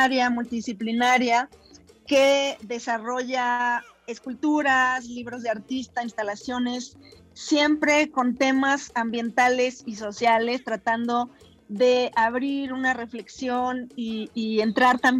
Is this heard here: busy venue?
no